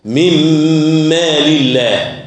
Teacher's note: برضو بنشيل النون الساكنة ونحط بعدها الميم ونغنها حركتين. من مال الله، وآتوهم من مال الله الذي آتاك، من مال، النون ساكنة جاء بعدها ميم.